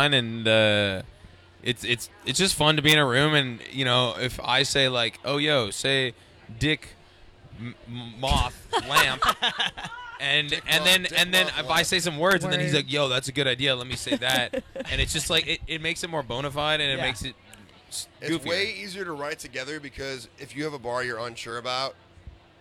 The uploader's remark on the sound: The Mix is live backstage at Lollapalooza 2023! The duo dropped by the Mix tent backstage at Lollapalooza.